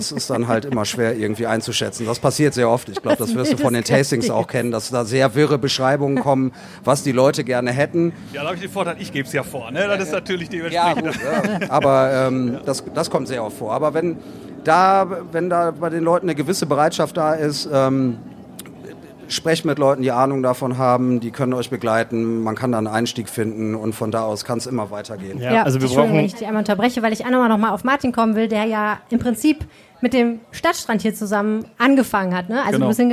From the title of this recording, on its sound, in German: Live am Stadtstrand